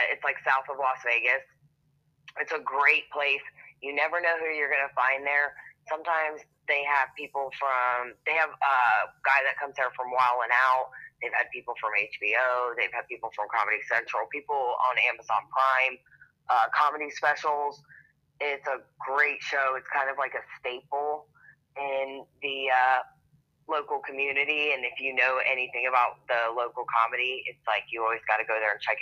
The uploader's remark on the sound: we switched to speaker phone, more steady connection